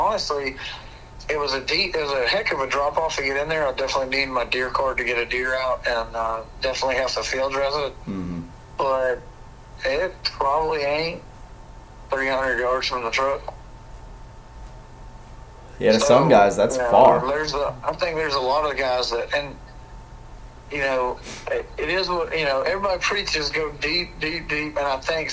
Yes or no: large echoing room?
no